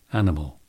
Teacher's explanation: Schwa is the vowel you hear twice in animal. Animal, in the second and third syllables, instead of the I and the A.